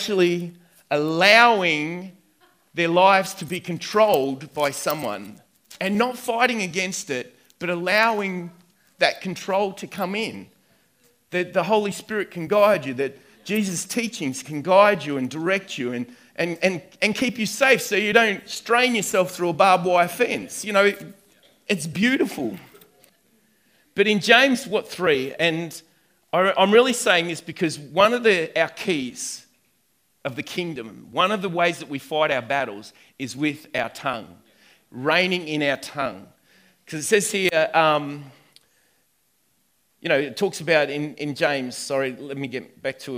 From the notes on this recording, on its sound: recorded on 08/09/2019 at the 11am gathering at River Edge